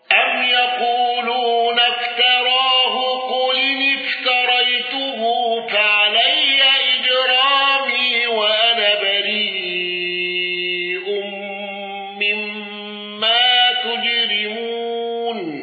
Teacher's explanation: أبو جعفر بإبدال الهمز بريء مع الإدغام